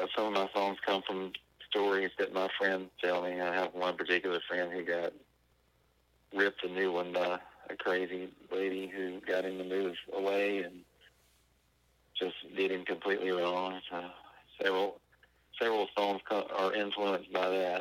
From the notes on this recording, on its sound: Burnt the phones down to Natchez, MS.